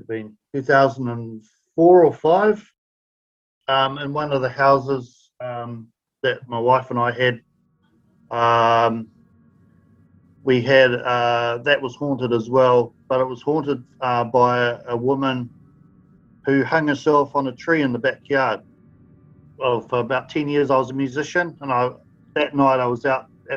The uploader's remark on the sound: Due to the pandemic episodes are recorded via Zoom so the sound quality may not be of the highest standard.